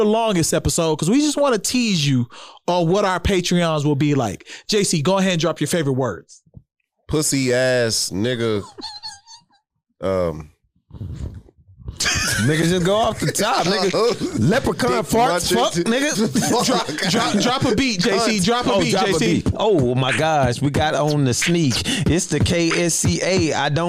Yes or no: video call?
no